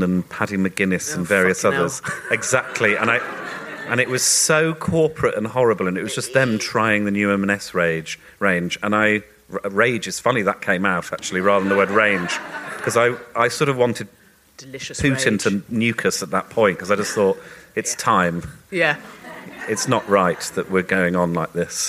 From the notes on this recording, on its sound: We recorded this episode at the ROUNDHOUSE in Camden in front of a live audience.